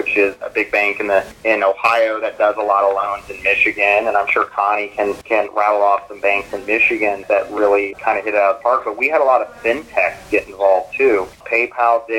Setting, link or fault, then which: link, phone line